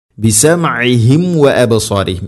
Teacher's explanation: സാക്കിന മീമിന് ശേഷം വ അല്ലെങ്കിൽ ഫ വന്നു കഴിഞ്ഞാൽ രണ്ട് ചുണ്ടുകൾ തമ്മിൽ തട്ടിച്ച് കൃത്യമായിട്ട് അതിനെ പൂർണ്ണമാക്കിയിട്ട് ഉച്ചരിക്കണം. മീമിനെ പൂർണ്ണമാക്കി ഉച്ചരിക്കണം.